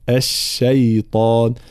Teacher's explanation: كلمة الشيطان طبعا واضح لابد من ترقيق الشين والياء وتفخيم الطاء، فلا نقول الشيطان، لا، الشيطان هكذا.